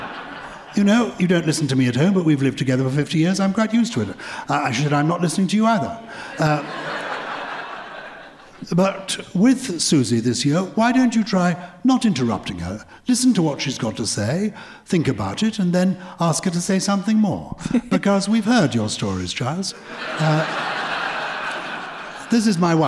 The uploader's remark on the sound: This week is our first ever show recorded in front of a LIVE audience. In front of a packed room of Purple People at the Islington Assembly Hall in London.